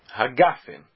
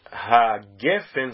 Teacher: Gefen é como se fala quando está no meio da frase. Mas quando é a última palavra da frase, o segol é transformado em kamatz · Shown in: first take · Então, por isso, bore peri hagafen, porque é fim da frase.